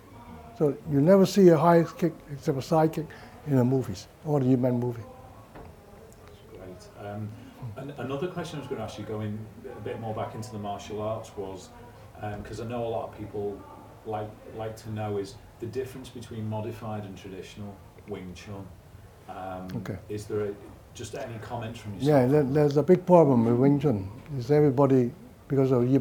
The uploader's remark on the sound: direct from the UK Martial Arts Show 2023